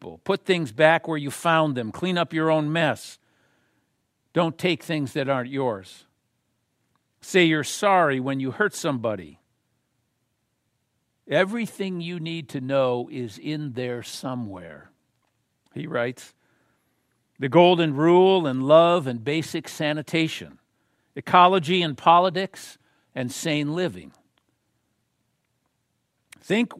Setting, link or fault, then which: setting, large echoing room